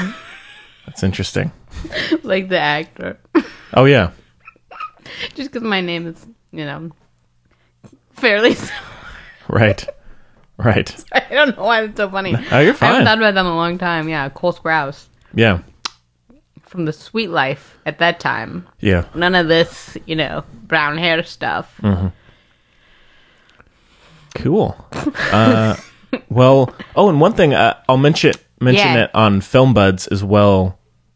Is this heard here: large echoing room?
no